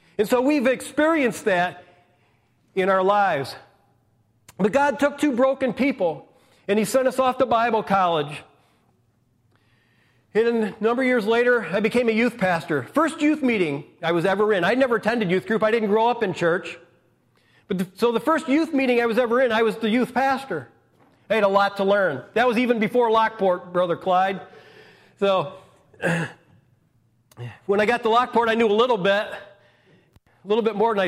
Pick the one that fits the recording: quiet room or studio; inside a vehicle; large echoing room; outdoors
large echoing room